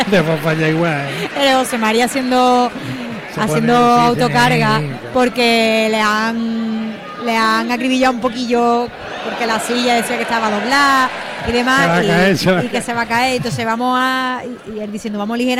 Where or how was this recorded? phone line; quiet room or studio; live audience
live audience